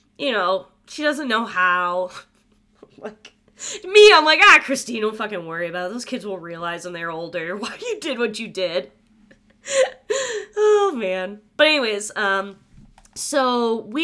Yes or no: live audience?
no